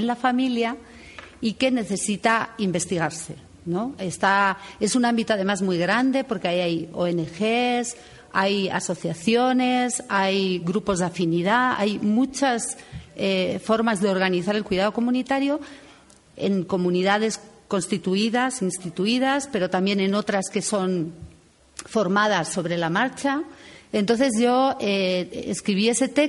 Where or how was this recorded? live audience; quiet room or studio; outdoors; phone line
live audience